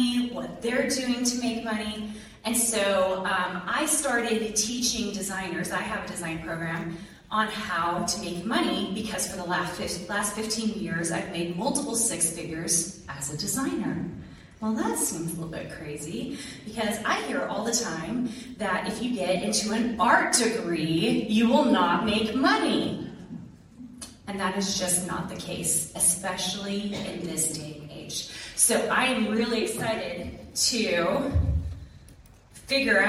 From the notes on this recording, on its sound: Lecture to BYU Idaho's Art Department. She spoke to about 200 students about selling their art.